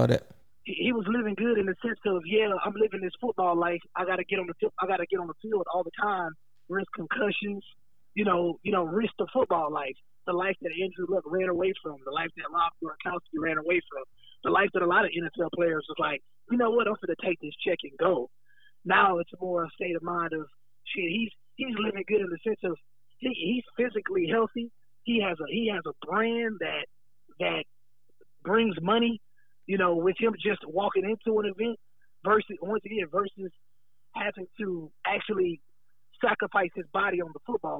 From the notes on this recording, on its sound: has a phone call